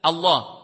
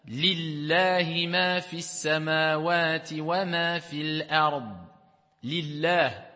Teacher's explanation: quand il y a une fatha ou une dhamma avant, on dit toujours Allah. Donc on emphase le lam.